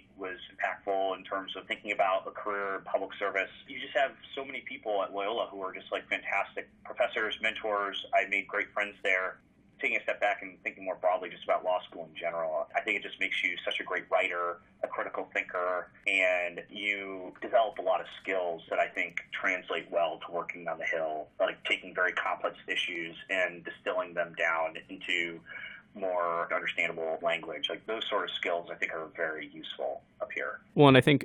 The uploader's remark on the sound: sits down by phone